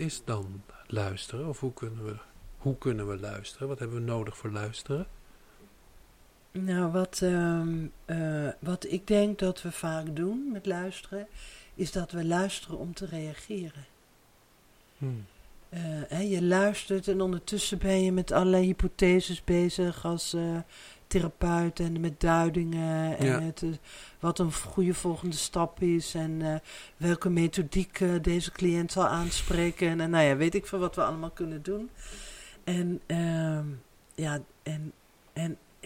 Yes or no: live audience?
no